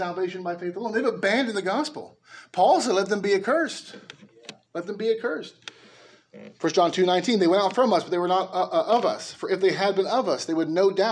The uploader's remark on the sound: A message preached at Liberty Baptist Church in Norwalk, Ca.